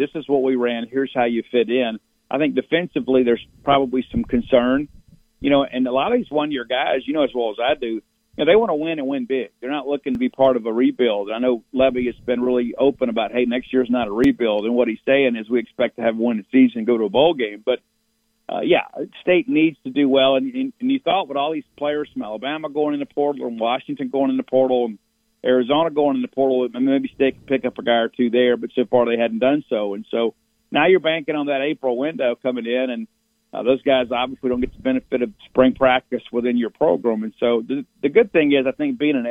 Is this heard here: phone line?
yes